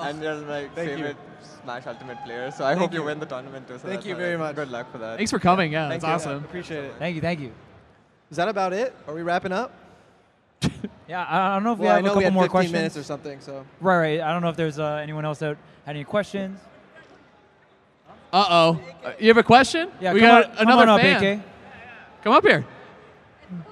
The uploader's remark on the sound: LIVE AT BATTLE OF BC 5. Our live episode from Battle of BC.